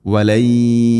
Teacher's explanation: വലയ്യമൗഹു വലയ്യ സാക്കിന നൂനു ശേഷം യ നൂനിനെ യ എന്ന അക്ഷരത്തിലേക്ക് ചേർത്ത് മണിച്ചുകൊണ്ട് ഉച്ചരിക്കണം. വലയ്യമൗഹു ഇവിടെ നൂന് ശബ്ദുണ്ട്, മണിച്ചുകൊണ്ട് ഉച്ചരിക്കണം.